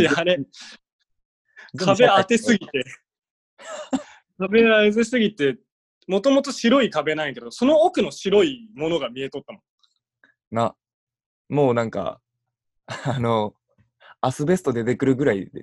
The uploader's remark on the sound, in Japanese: 今回はzoomによる収録です。